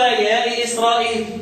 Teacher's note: يا إسرائيل مستثنى من القاعدة ليس فيها إلا القصر فقط